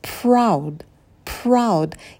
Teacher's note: немного округлите губы, вытяните их, подготовьтесь к звуку «р». И произносим «п» с вытянутыми губами.